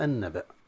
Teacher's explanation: النبأ أصلها هكذا لكن اللام أدغمت في النون فأصبحت النبأ، ثم التقى ساكن عن مع همزة مع النون المشددة